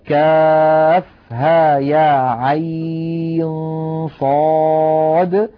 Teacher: حرف عين هذا يا إخوة يجوز مده 4 حركات أو 6 حركات، لأنه كما تلاحظون يشبه مد اللين الذي سنتحدث عنه بإذن